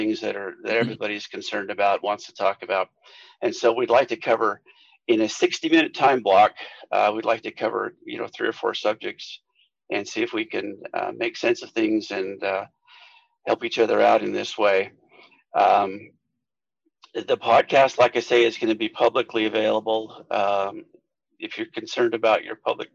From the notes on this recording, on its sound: The Association of Independent Architectural Photographers' inaugural Zoom meeting